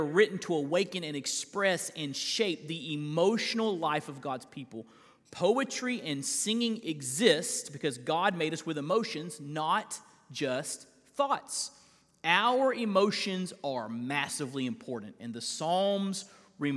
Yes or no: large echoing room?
yes